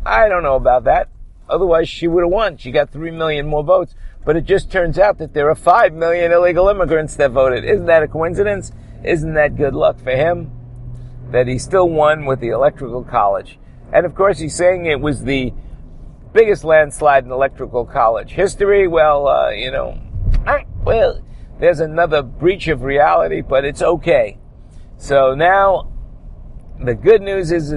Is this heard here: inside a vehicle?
yes